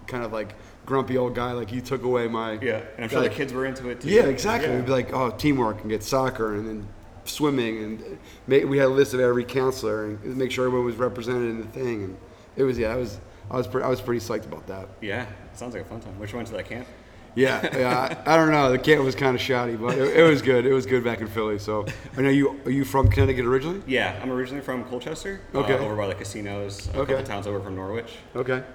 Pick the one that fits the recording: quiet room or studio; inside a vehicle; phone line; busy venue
busy venue